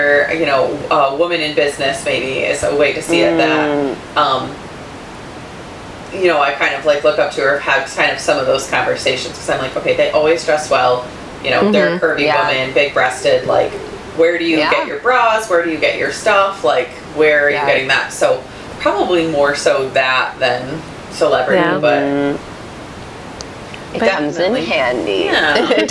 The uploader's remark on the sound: We apologize for the sound quality for the interview as we were working with a new system and could not get rid of the background noise!